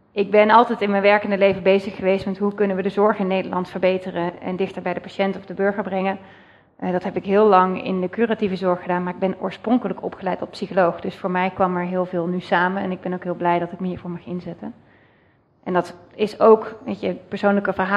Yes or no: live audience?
yes